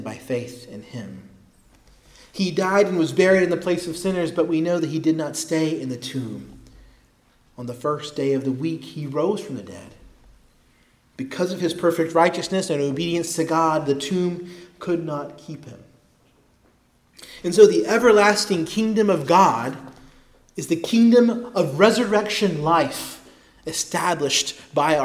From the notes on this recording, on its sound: preached at Christ Our Savior Baptist Church